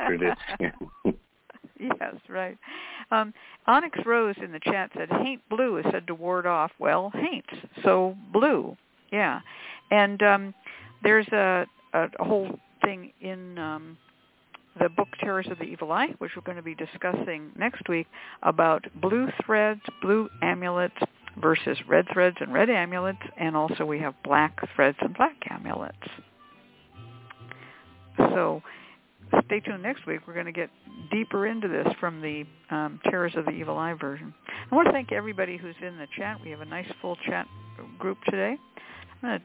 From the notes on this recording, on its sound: The Lucky Mojo Hoodoo Rootwork Hour is a real, live call-in show. Via ZOOM!